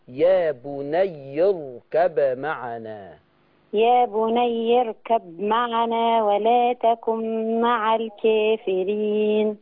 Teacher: ما تكتميش الباء، اخبطي الشفة بسرعة · Term: القلقلة